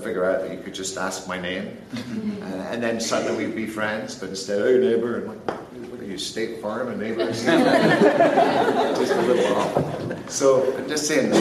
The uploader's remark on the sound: LIVE FROM KCS GATHERING 2019